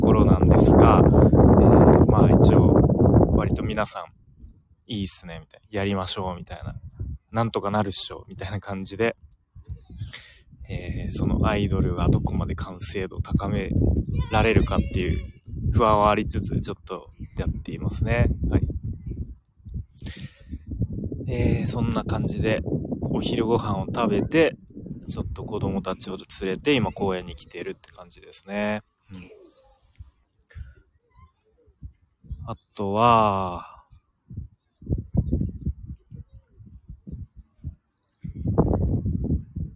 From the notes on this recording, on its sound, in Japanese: 公園での公開収録。Stand.fm。